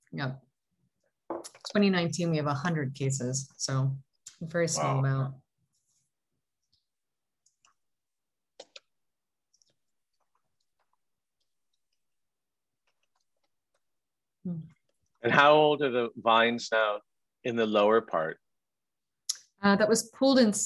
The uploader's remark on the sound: In this Zoom session